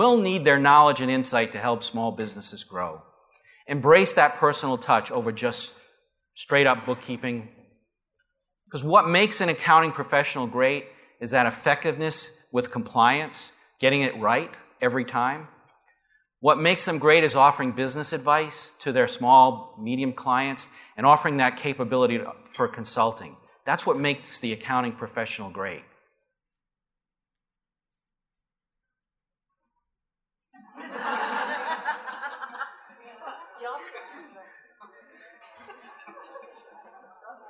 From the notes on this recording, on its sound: Live Broadcast at the The IPBC IGNITE Conference.